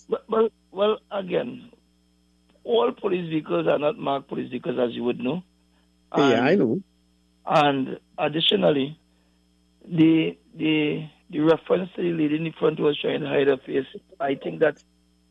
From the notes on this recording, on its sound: we take more calls from the audience